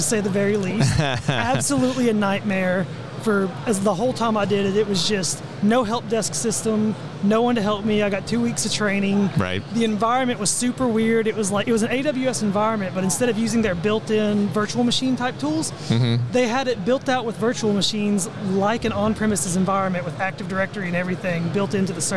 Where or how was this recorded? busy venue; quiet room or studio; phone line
busy venue